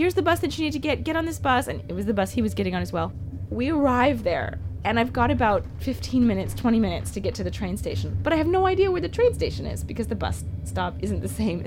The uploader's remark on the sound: This episode that we recorded on a train between Rome and Orvieto way back in 2014. While the Umbrian countryside whooshes along outside the window.